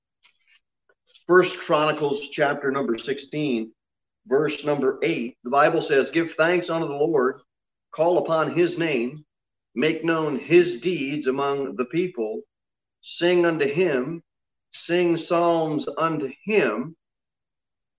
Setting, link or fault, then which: setting, large echoing room